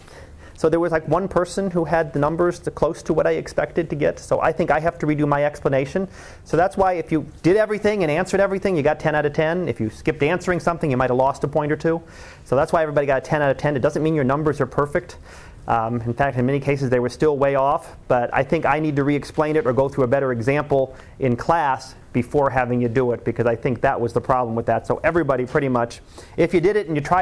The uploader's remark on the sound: Live Class Lecture 2013 Nov 18